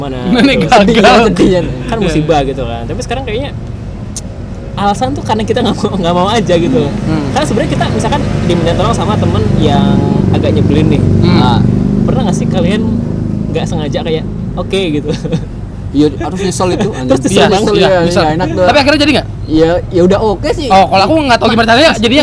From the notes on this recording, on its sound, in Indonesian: Take kali ini di pinggir jalan, dinikmati ya ambience kendaraan bermotor mondar-mandir.